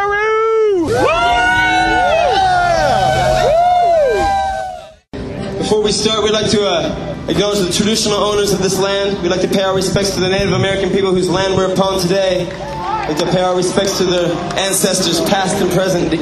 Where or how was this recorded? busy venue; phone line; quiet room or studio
busy venue